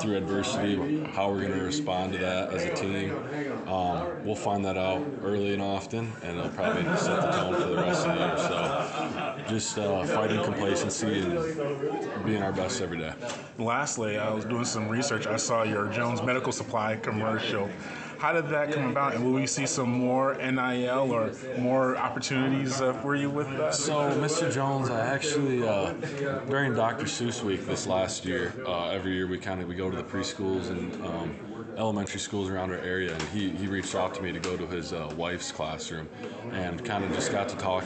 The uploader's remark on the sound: Sun Belt Conference Media Day Interview. During the Sun Belt Media Day event in New Orleans.